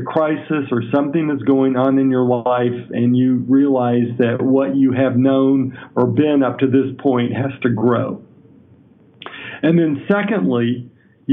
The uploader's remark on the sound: I do a phone interview